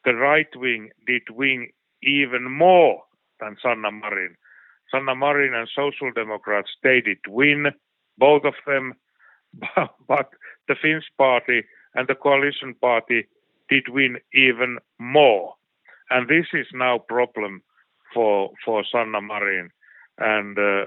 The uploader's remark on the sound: The interview was conducted. Via phone.